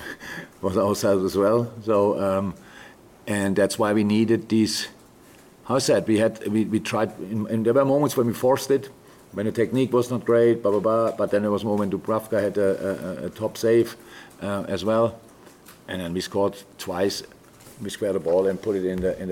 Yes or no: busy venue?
yes